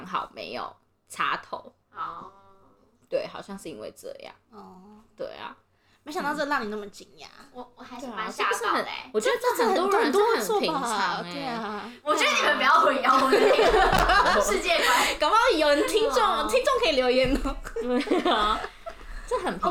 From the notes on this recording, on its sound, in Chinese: 第一次錄音，音質請見諒，少女們太吵也請見諒。